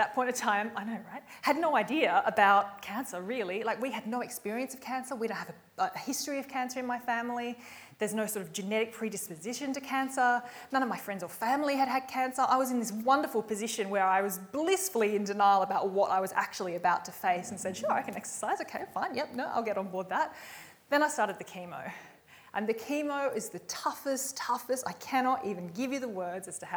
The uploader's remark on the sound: Recorded live at REBar Camp 2018.